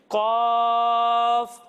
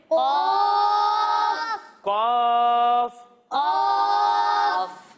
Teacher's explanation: جب ہم اس حرف کی ادائیگی کریں گے تو اسے ہم کھینچ کر پڑھیں گے اور اسے ہم موٹا کر کر پڑھیں گے، یعنی قاف۔ آپ بھی میرے ساتھ مل کر پڑھیے، قاف، قاف، قاف۔